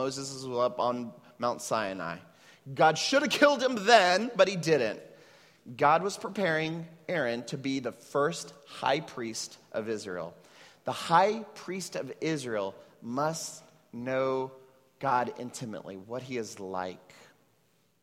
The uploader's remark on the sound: at Trinity Church, Puerto Rico